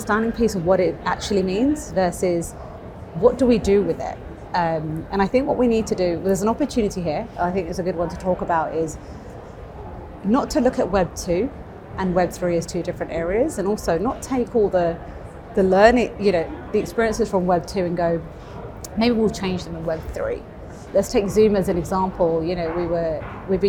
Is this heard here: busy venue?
yes